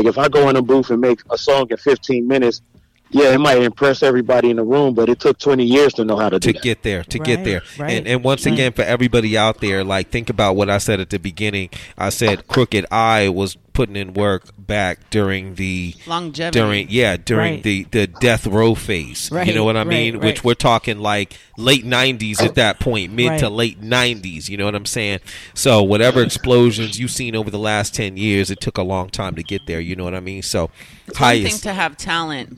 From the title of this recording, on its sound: LIVE FROM THE STREETS